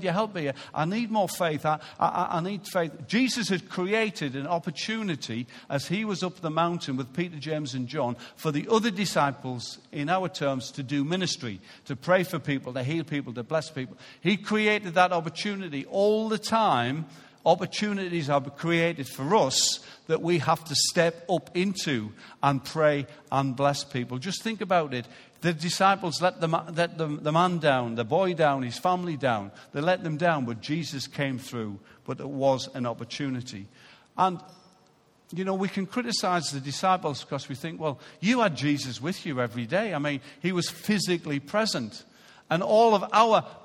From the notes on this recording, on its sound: Recorded live at Life Church Lancashire on Sunday 23rd September 2018.